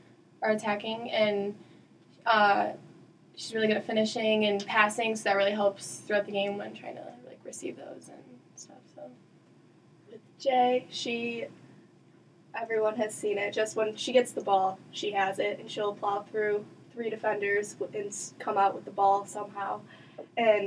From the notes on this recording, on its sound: Some technical difficulties messed with the audio, so it doesn't sound as crisp as normal.